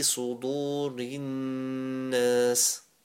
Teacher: you have a nun with tashdeed on, so it's a gunna there.